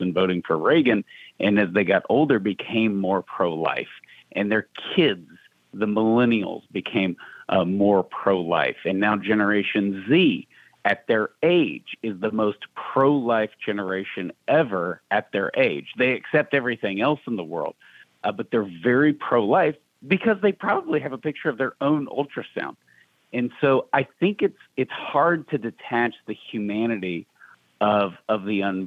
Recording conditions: phone line